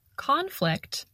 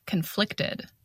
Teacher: And notice the different pronunciation between the noun conflict and the adjective conflicted. We stress the first syllable in the noun conflict, and we stress the second syllable in the adjective conflicted.